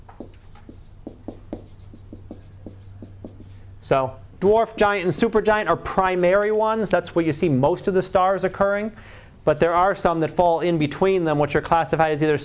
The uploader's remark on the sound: Live Class Lecture.